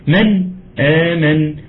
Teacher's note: في الاظهار بحافظ على السكون بتاع النون